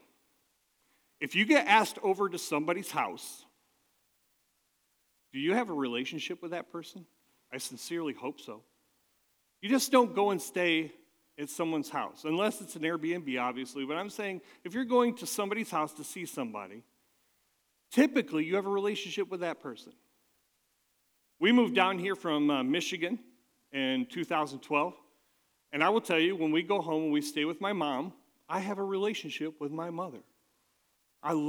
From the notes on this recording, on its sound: at Catalyst Christian Church